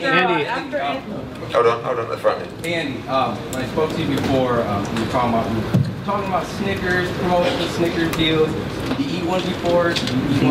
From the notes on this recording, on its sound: Post fight press conference